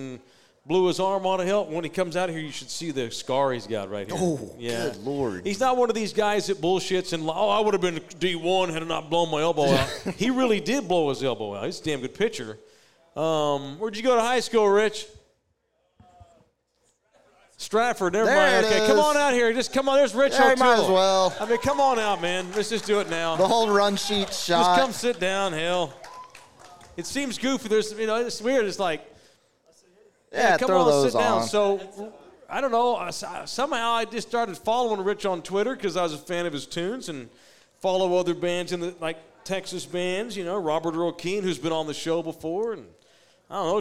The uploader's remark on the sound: Live from Sam's Burger Joint.